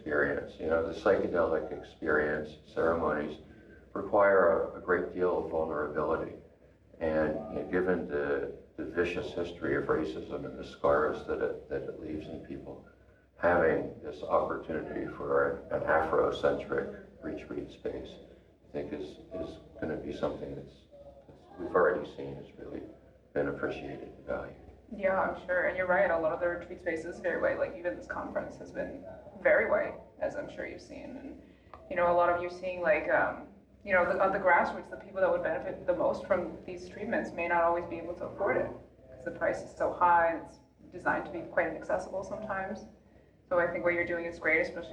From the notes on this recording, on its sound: We recorded this in a press room at the Psychedelic Science conference in Denver, so I apologize for echoey audio and the sounds of someone accidentally coming in.